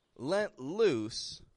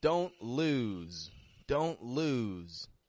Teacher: If you want to get clear differences between the two, you've just got to pronounce one of them with a vowel a little bit shorter and a voiceless ending only an S on the ending. Whereas the other you would give a longer vowel to, and you'd make that S more like a Z. You would voice it, you would stretch it out.